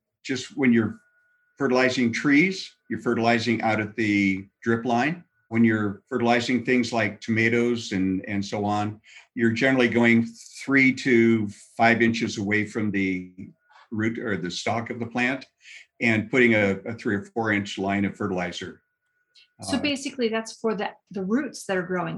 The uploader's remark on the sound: In a Zoom room with a special guest. They answer questions from the live listening audience.